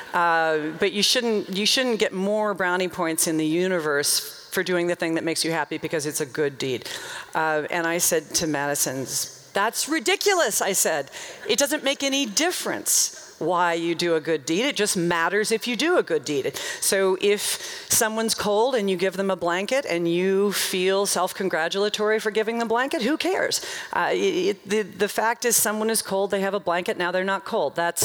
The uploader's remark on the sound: The talk in this episode is from her appearance at Portland Arts & Lectures in 2013.